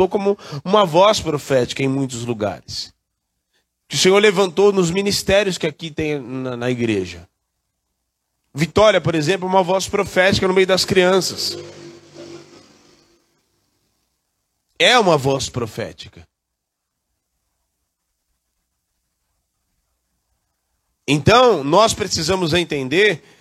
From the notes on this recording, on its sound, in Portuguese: Culto gravado dia 21/07/2023, na Igreja Desfrutar do Amor de Deus, em São Paulo